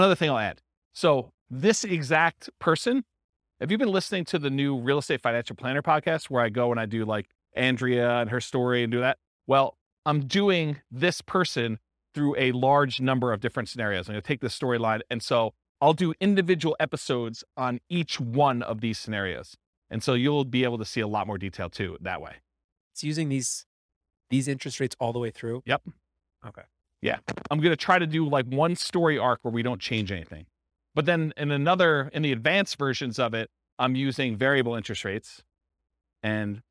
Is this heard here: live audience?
yes